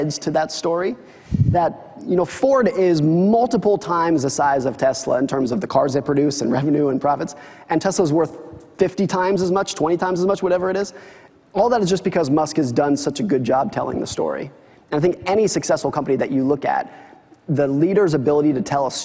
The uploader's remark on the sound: In front of a live audience.